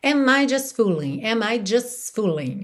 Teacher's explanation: Uma das raras ocasiões que a gente está ouvindo o T de just. Quase sempre esse T some e a gente liga o S direto